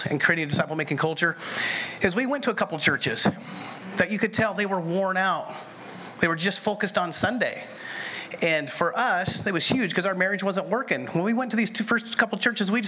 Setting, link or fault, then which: setting, busy venue